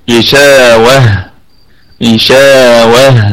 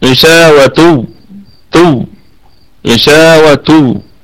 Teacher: والشين فيها مد طبيعي، مد طبيعي وصلا ووقفا، مد طبيعي وصلا ووقفا، غشاوة، ونقف عليها بالسكون، ونقف على هذه التاء التأنيث بالهاء · Shown in: first take